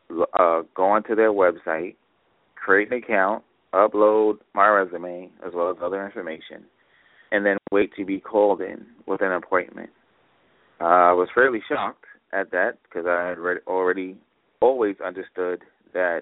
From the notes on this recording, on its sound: LIVE Call-In TABRadio Broadcast. A TABRadio broadcast live call-in show.